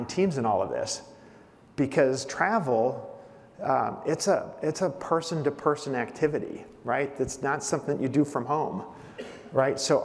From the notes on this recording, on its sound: On stage at the Skift Aviation Forum. On stage at the Skift Aviation Forum.